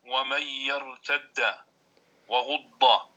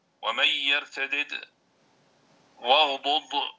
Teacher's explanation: لاحظ أنه مرة أدغم ومرة فك الإدغام